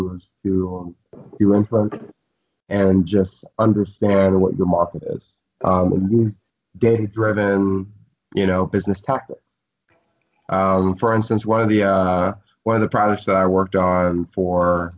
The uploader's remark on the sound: Currently in Budapest. Were able to get a skype interview. All the way in Martha's Vineyard.